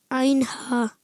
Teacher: हा तो आपने बताया हलक के दरमियान वाले हिस्से से अदा होता है · Term: हुर्फे हल्की